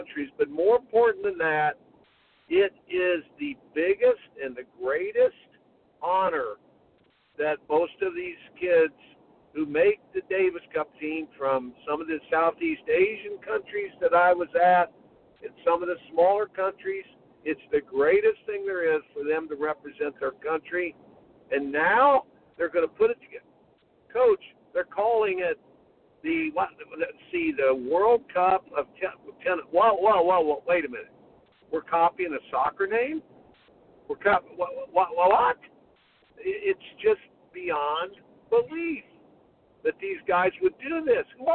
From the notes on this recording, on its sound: Broadcast of August 19, 2018 with call in guest